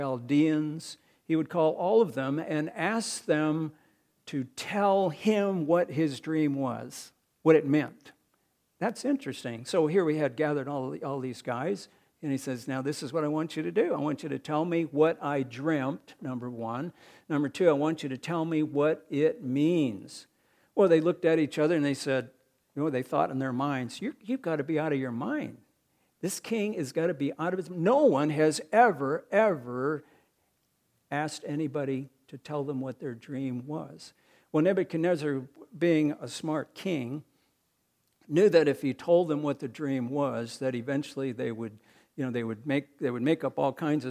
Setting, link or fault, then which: setting, large echoing room